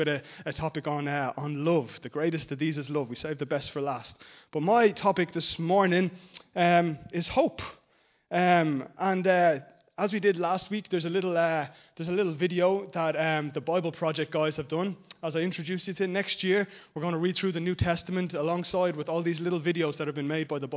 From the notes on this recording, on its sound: Recorded live at Liberty Church on 8th December 2019